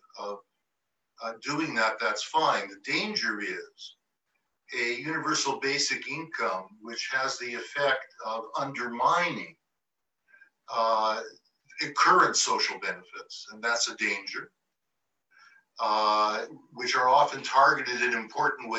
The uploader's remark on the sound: Recording of TWT and Verso's Zoom call